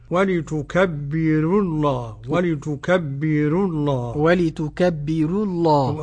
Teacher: الراء مرققة ولفظ الجلالة اللام مفخمة